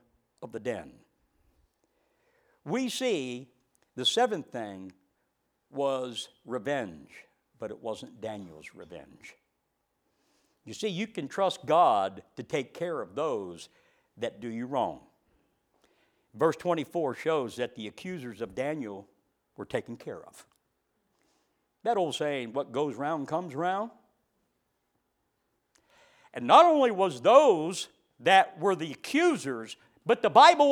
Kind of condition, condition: setting, large echoing room